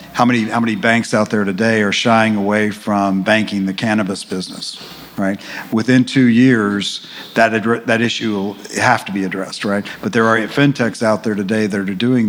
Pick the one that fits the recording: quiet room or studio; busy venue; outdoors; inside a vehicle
busy venue